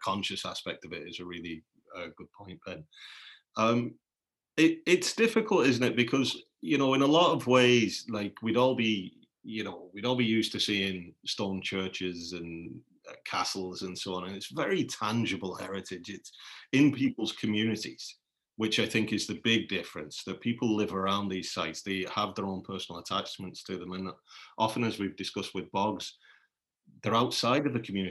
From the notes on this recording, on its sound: Joined for a Zoom chat.